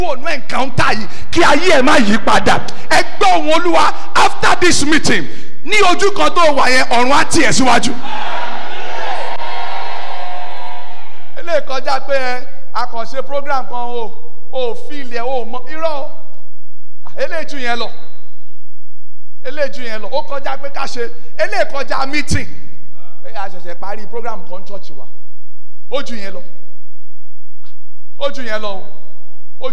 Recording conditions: live audience